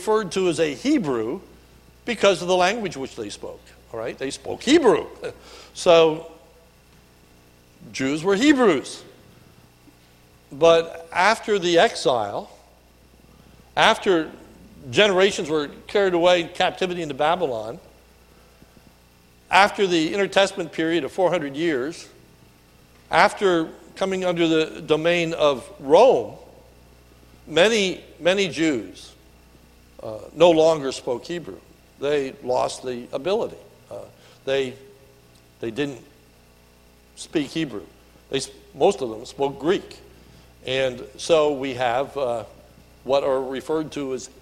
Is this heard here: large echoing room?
yes